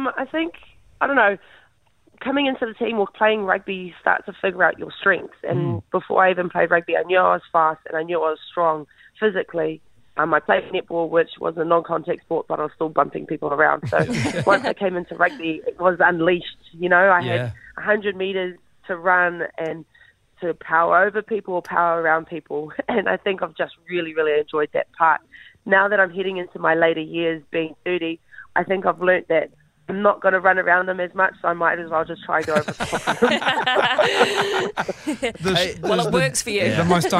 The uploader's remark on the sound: Is on the phone.